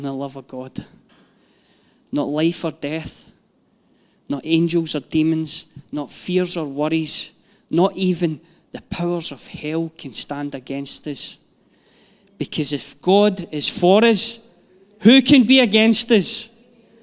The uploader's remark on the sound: Live from our Sunday gathering